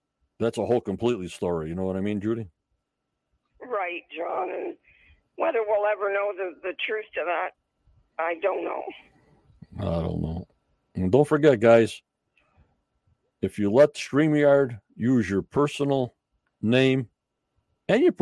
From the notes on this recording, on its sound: on the phone with me